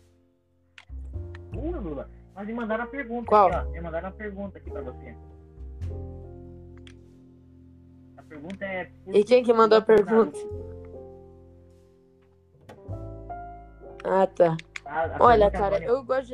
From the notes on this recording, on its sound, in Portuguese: Assuntos polêmicos com um áudio merda.